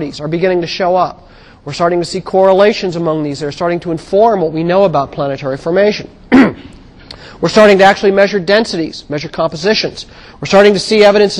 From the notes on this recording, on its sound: Recorded on 2007 Nov 30 in 1000 McPherson Lab on the Columbus campus of The Ohio State University.